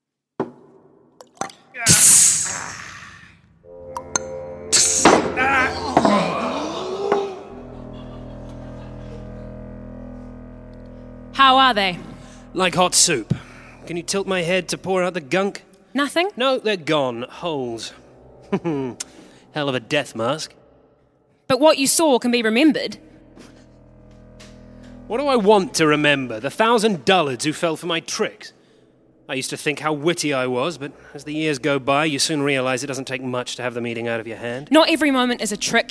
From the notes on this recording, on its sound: Recorded live at BATS theatre, Wellington, New Zealand.